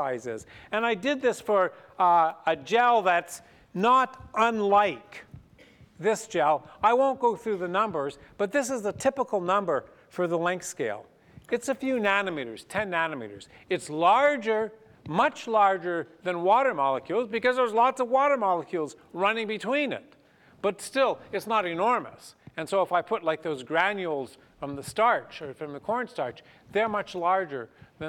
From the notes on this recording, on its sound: This public lecture series discusses concepts from the physical sciences that underpin both everyday cooking and haute cuisine.